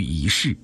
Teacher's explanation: 一世的一它也是一声，不过呢它在这里做变调处理，读二声了